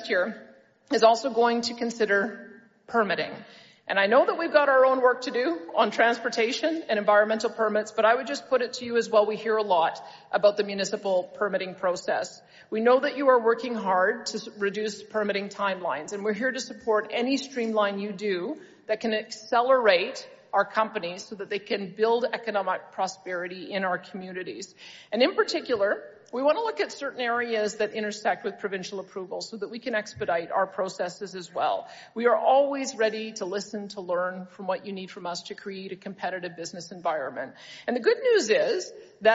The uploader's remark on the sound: delivered a keynote address at the 2023 Alberta Municipalities Convention in Edmonton